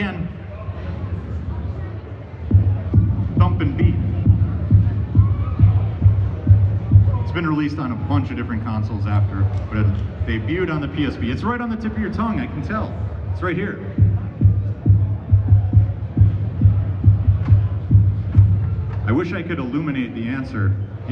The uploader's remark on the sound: Live from Midwest Gaming Classic 2022 it's the Midwest Game Show Classic!